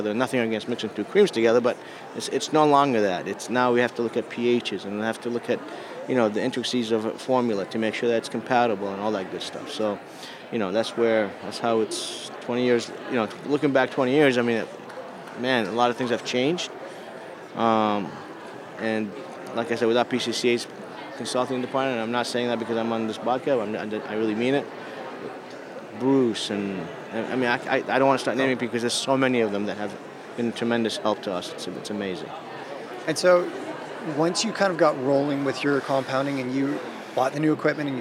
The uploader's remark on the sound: Live from International Seminar 2018. Recorded live at the 2018 International Seminar in Houston, Texas.